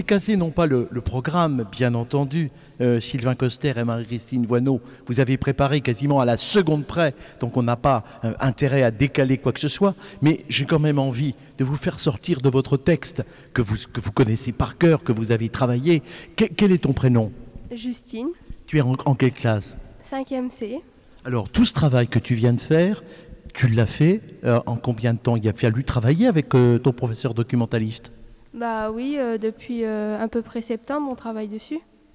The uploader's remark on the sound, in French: Une émission de web radio a été enregistrée et diffusée en direct de Canopé Saint-Dizier.